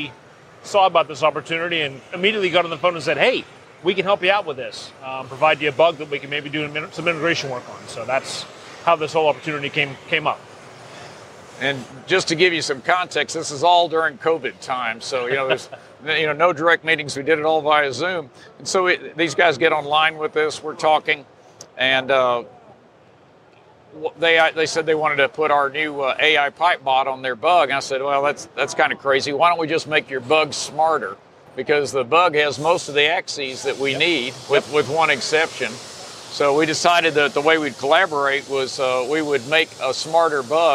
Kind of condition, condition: setting, busy venue